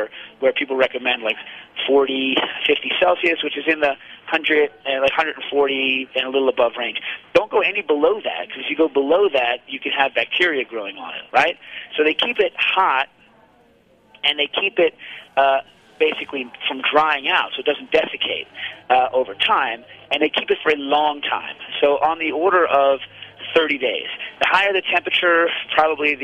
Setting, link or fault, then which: link, phone line